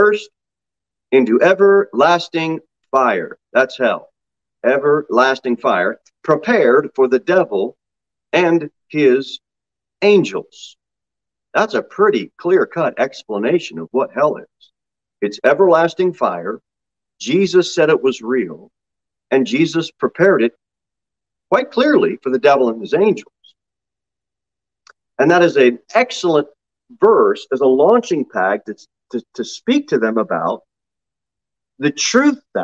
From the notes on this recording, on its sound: Sermon delivered at Pilgrim Baptist Church on Sunday, May 1, 2022 at 10 am. Jere Whitson Rd.